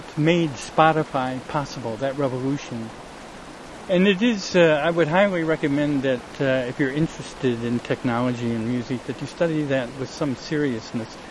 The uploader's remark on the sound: A streamside introduction. Recorded in the OREGON mountains, on a beautiful JULY morning. The #Sun2Sound little speaker & mp3 player I keep referring to and using during the the talk.